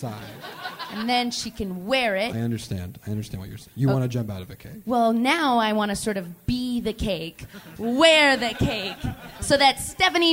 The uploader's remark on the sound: Live from Seattle